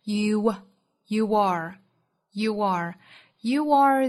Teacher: you 和 are 不缩约哈，读成 youare，注意两个词的连读带出小的 w。 You are You are that cherry ontop， that 元音不弱读，尾部的 t 我们可以直接省略或者是做喉塞音顿掉。